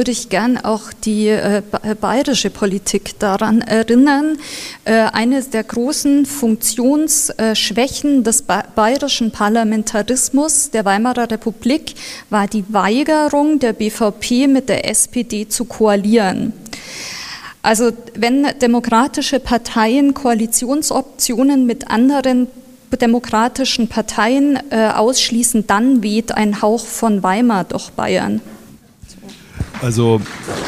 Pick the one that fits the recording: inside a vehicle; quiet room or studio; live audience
live audience